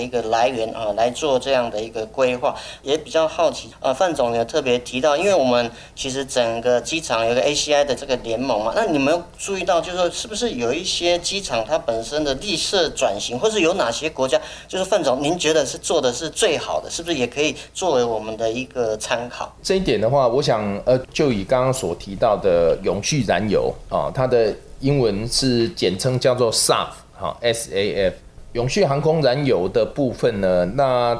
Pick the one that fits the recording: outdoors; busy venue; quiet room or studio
busy venue